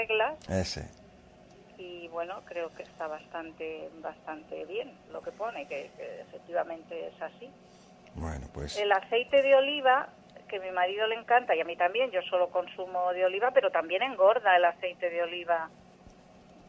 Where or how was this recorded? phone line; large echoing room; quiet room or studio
phone line